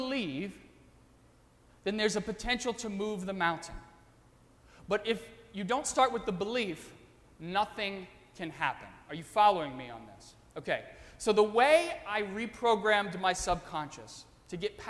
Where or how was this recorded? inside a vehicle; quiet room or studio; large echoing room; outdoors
large echoing room